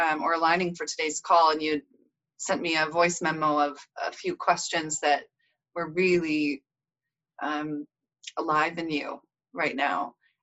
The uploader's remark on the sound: Connect over Zoom.